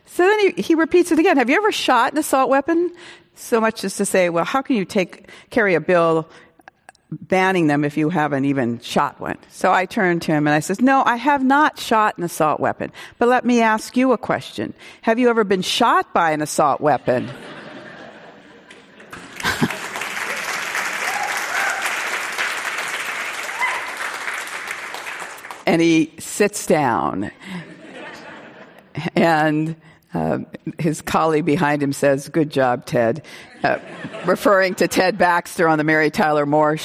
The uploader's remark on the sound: This program was recorded in front of a live audience at The Lucie Stern Theater in Palo Alto, California on March 18th, 2019.